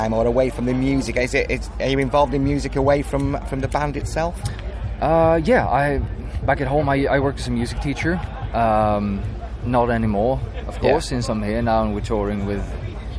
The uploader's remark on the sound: ahaead of the set on the Sophie Lancaster stage at this years Bloodstock festival 2022